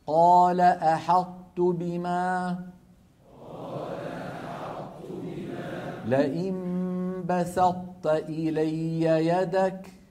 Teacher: فكانت العرب تدغم الطاء الساكنة في التاء مع إبقاء صفة الإطباق منها، ويكون ذلك بأن يطبق المتكلم لسانه على طاء غير مقلقلة ثم يجافيه عن تاء متحركة · Term: إدغام ناقص